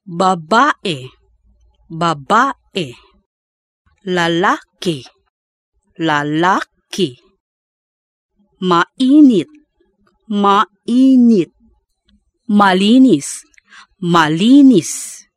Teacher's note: Penultimate stress, where the stress is on the next to last syllable of a word.